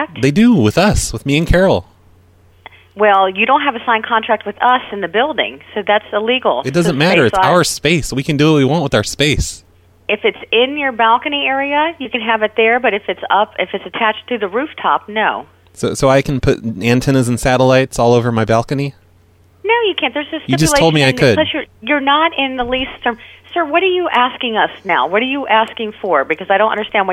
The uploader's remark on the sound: Prank Phone Calls Collection